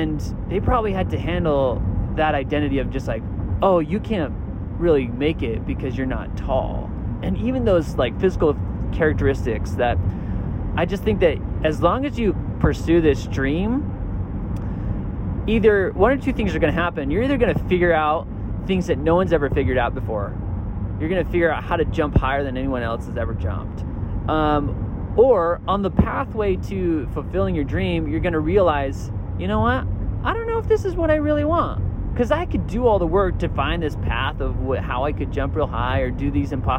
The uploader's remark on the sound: I'm at a conference this week. This episode I broadcast live from my minivan with a special guest and friend.